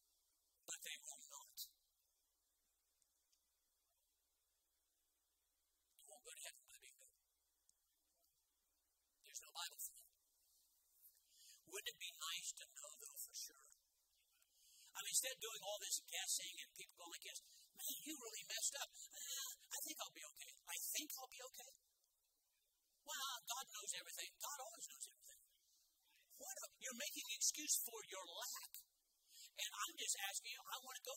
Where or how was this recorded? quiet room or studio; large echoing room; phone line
large echoing room